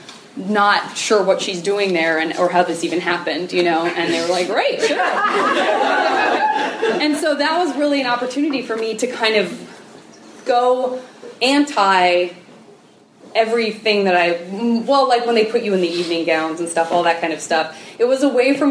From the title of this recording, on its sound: Live Panel from the University of Chicago’s Sex Week